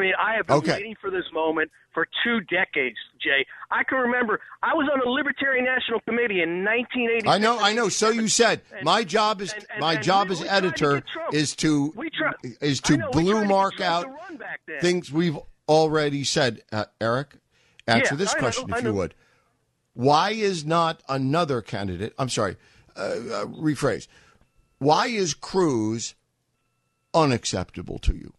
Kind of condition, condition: link, phone line